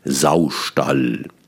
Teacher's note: Saustall ist ein ganz schönes Wort, weil es ist ein Spondeus, zwei betonte Silben, aber es ist zusammengesetzt aus zwei einsilbigen Wörtern. · Der Spondeus, der aus zwei tragenden Silben besteht.